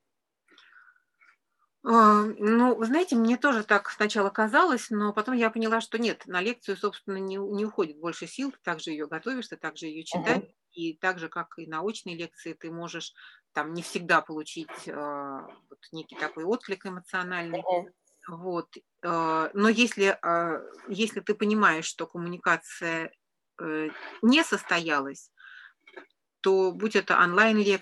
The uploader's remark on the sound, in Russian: Подкаст записан в формате живой беседы в зуме.